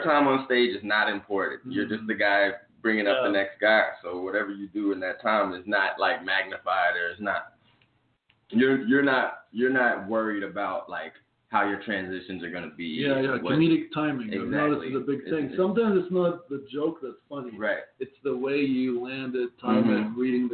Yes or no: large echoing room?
no